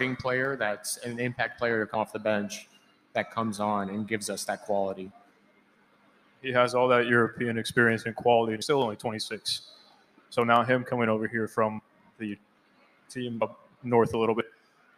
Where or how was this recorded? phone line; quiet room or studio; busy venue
busy venue